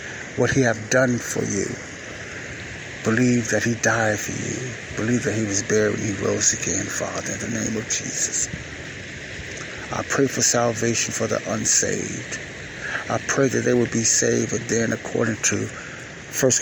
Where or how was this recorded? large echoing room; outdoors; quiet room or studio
outdoors